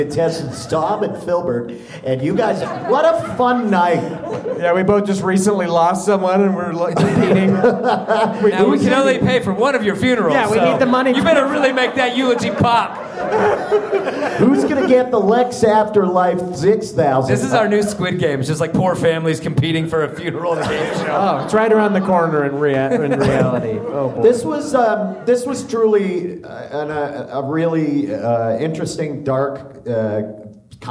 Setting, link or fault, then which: setting, live audience